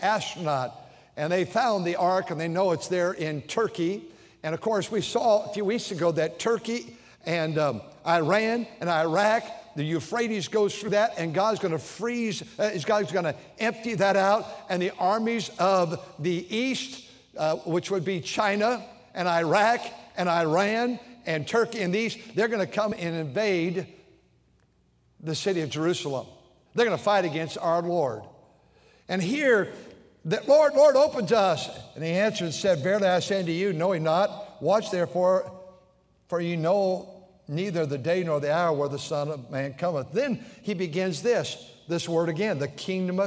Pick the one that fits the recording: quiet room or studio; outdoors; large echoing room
large echoing room